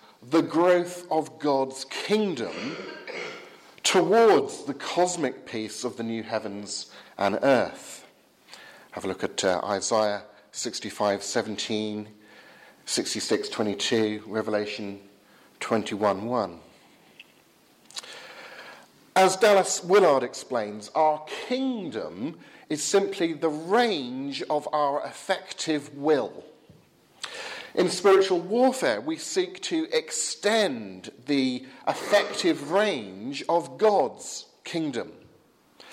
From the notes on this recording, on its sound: from the 8 am service at Highgfield Church Southampton, Sunday 16th October 2016.